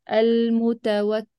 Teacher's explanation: تستخدم المنطقة اللي هي منطقة مخرج النون من اللثة